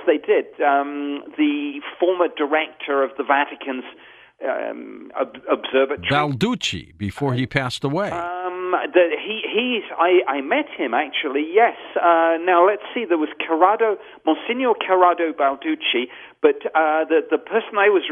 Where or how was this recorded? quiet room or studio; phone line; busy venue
phone line